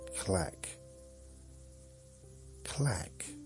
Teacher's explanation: People began R dropping in southern England, and clerk came to be pronounced clack.